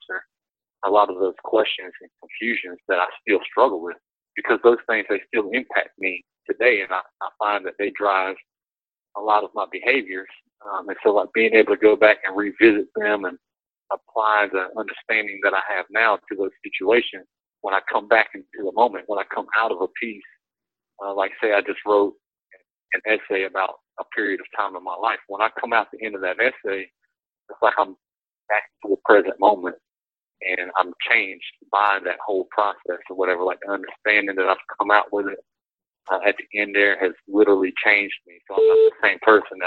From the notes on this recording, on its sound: called in from the prison